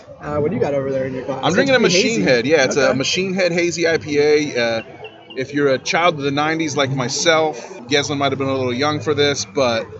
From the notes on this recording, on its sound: first time at Birdsong Tap House in NoDa